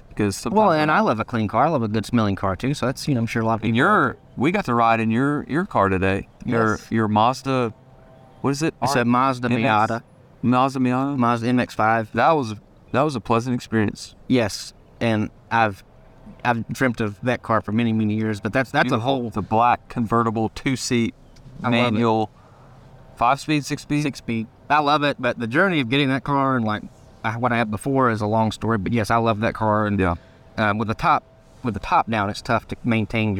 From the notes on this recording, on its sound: Today, we're recording lake-side among the turtles and the birds—along with a friendly heron fishing for an afternoon snack—and never mind a swarm of buzzards to greet me as I enter his neighborhood.